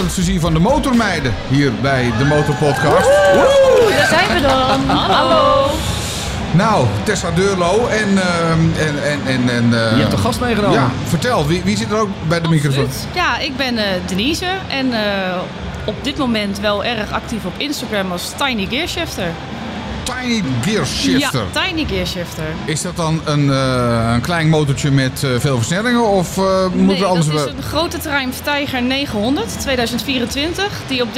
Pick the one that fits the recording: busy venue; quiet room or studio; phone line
busy venue